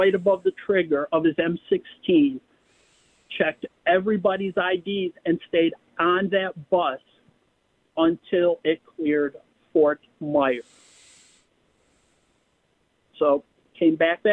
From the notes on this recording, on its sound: continues to take your phone calls